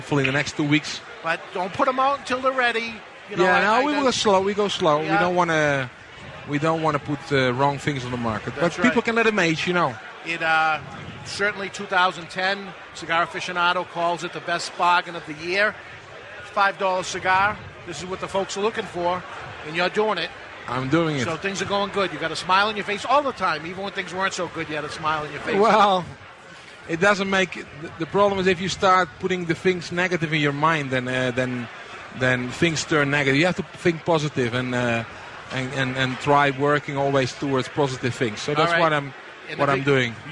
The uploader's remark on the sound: Live from Boulder, Colorado for the second annual Rocky Mountain Cigar Festival!